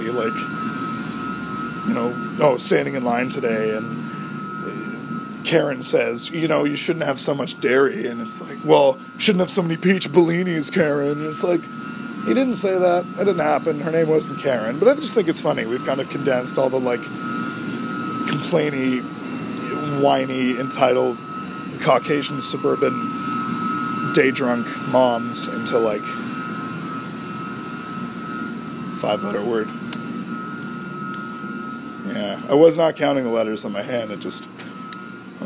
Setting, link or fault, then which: fault, background noise